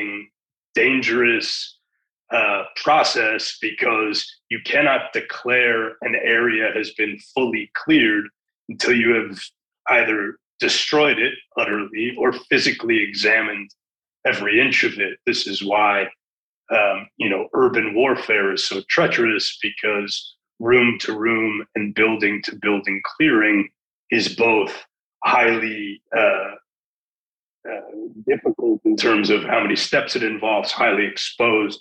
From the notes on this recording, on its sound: Tablet Magazine hosted a zoom